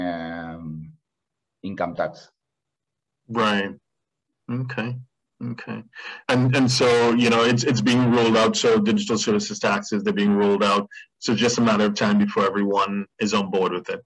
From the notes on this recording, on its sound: Livestream. For those joining us on Zoom.